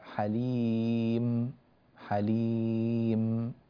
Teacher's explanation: لا تقول والله عليم حليم، لا، حليم حليم هكذا، ثبت الميم لا تقلقلها